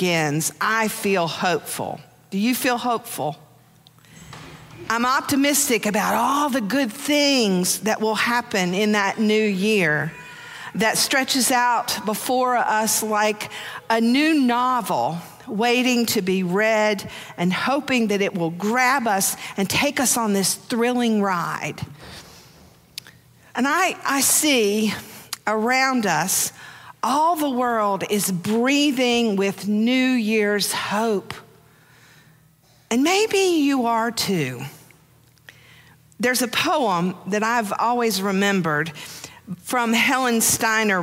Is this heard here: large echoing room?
yes